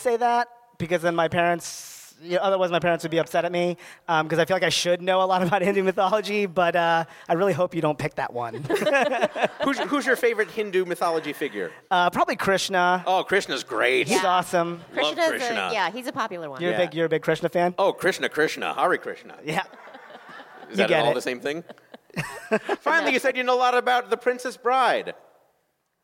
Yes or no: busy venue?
yes